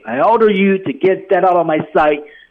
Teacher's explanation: get that 两个失去爆破 out of 连读 sight 失去爆破